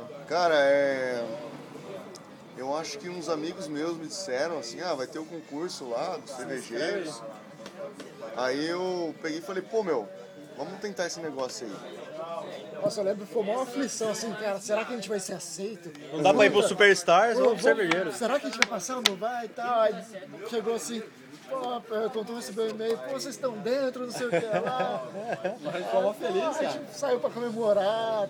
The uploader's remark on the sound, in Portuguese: Este episódio foi gravado na mesa do bar